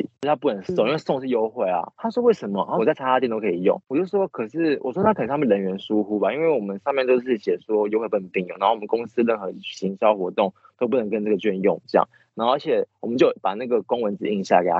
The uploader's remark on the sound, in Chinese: 麻辣DoReMi首次嘗試遠距錄音。所以音質會有點跟往常不太一樣 有點像在跟朋友講電話的感覺～～ 下集之後就會回歸正常！